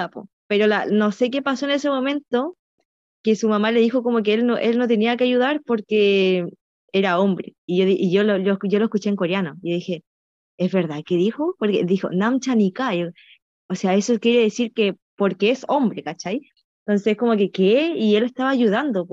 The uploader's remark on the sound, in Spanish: Lamentamos el audio pero tuvimos que grabar con Zoom en vez de lo que usualmente usamos!